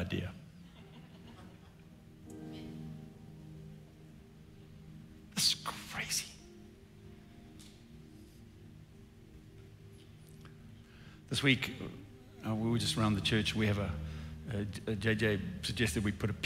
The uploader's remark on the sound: recorded at Northlands Church on March 14, 2021